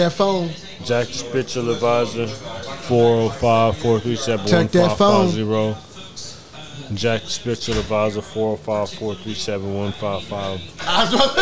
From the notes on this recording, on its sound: Live from The Playas Club